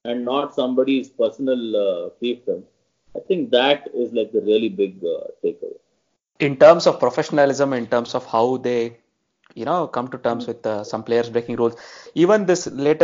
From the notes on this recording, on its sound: There may be a few audio quality issues in this episode, we apologize in advance for that.